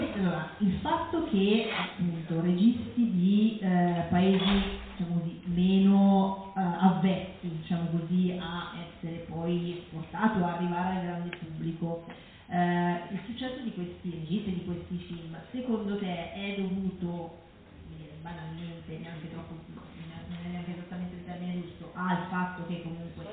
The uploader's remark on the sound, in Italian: Registrata live al Joshua Blues Club di Como. Ci scusiamo per la qualità dell'audio, ma è una sorta di bootleg della serata.